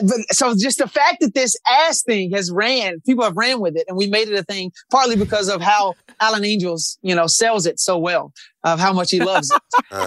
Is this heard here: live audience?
no